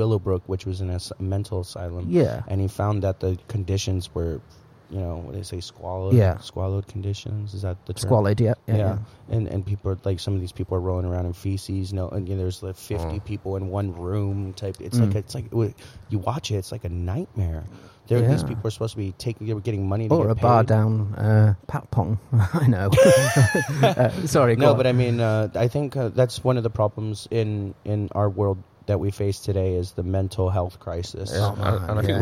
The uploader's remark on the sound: Live from our new home at the Sportsman on Sukhumvit 13. Bangkok.